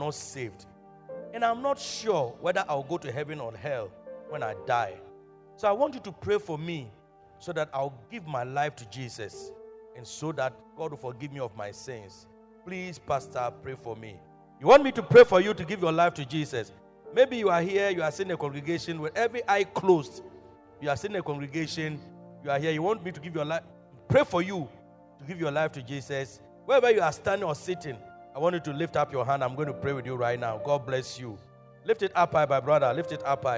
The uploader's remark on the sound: Preached at Loyalty House, Abbey, Dawhenya